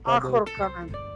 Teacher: Ахурканан, тоже слитно произносим. То есть в слове Ахурканан у нас ударение на первую А